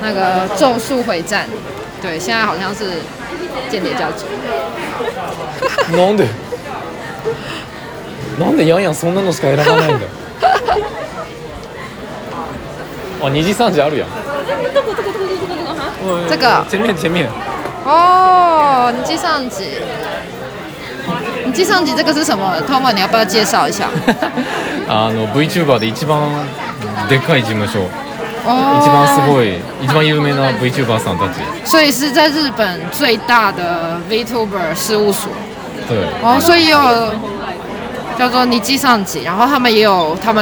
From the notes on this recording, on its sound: 屋外実況 台湾アニメイト店！台湾西門町のアニメイト店で実況してみた！ We tried live stream at the Animate store in Ximending, Taiwan.